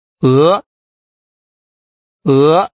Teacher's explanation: This final E, pronounced with a rising tone, makes a sound that does not exist in English.